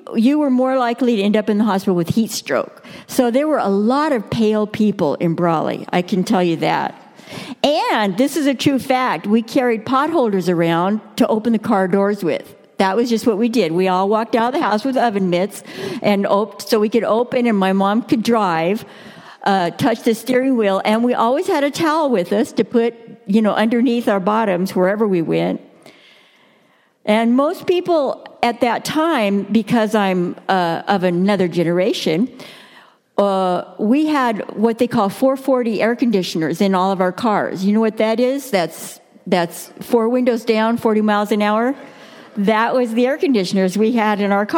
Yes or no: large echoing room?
yes